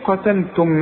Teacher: أرجوك رقق اللام بتاعت قتلتم